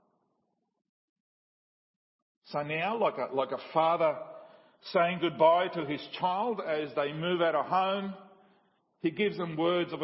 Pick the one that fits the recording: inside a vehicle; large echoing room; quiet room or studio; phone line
large echoing room